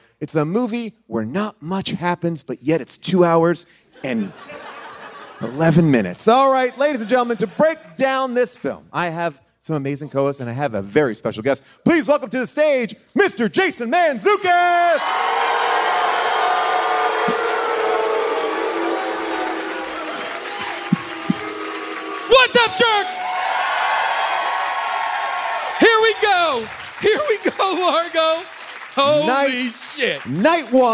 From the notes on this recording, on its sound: LIVE from Largo